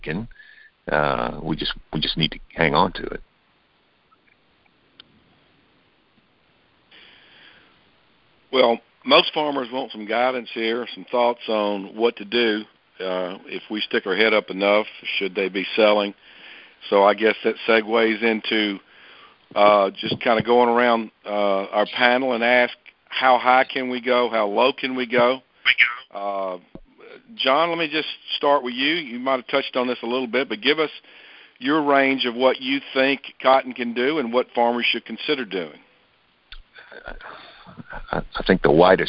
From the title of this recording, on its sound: Monthly Conference Call